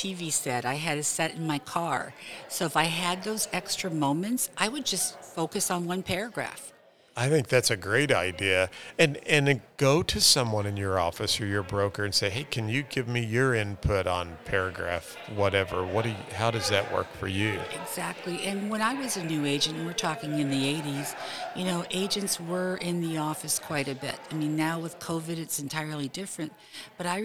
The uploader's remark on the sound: We are at the Missouri Realtors® Hybrid April Business Conference